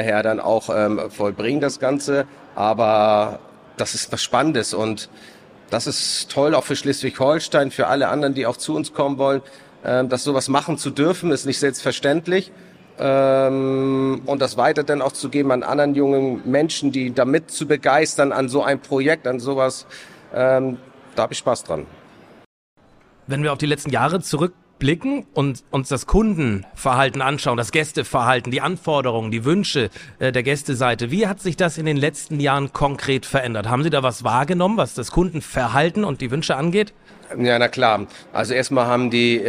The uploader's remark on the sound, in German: Live-Talk von der Nord Gastro 2024